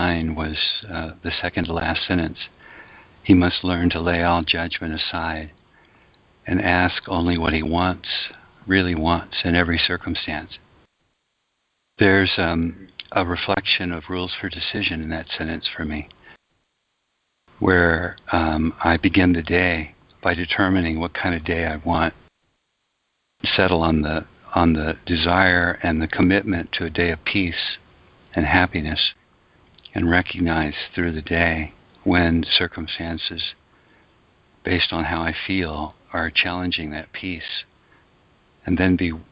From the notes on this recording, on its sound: ACIM Daily Conference Call